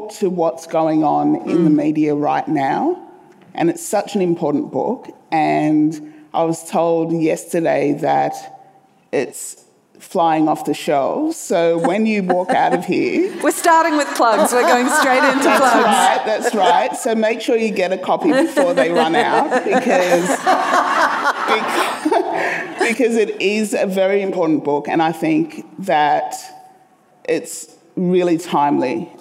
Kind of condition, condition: setting, live audience